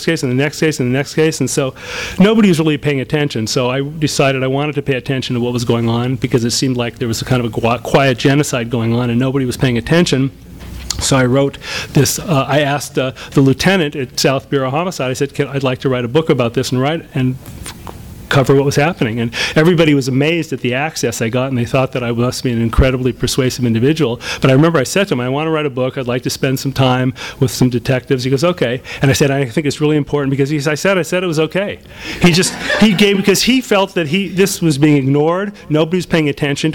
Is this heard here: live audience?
yes